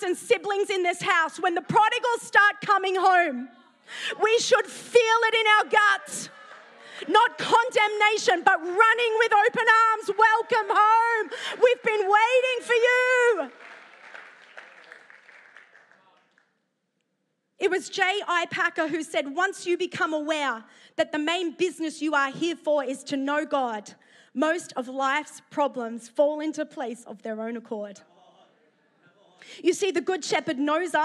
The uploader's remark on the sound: preached at Neuma Church Melbourne City Location